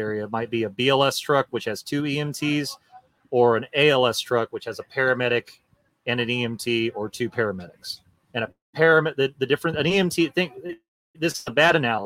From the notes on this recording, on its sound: This episode of the Forum is brought to you live from Chillderburg, TX, out of the WTF tent.